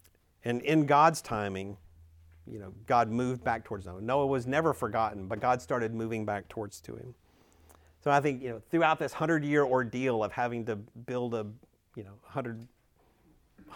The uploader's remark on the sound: Recorded at Emmaus Church in Buford, GA on Wednesday, November 1, 2023.